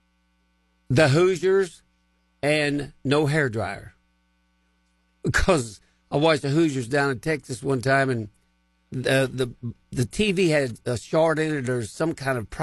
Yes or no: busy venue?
no